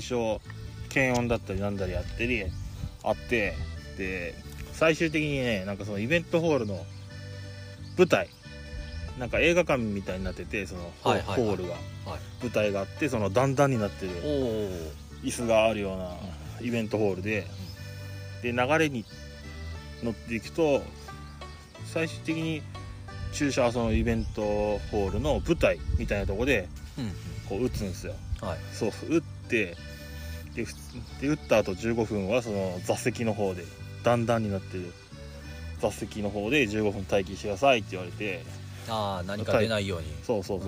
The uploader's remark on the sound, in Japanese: 久しぶりに空き地にての収録！収録中に予約を取ることに。。。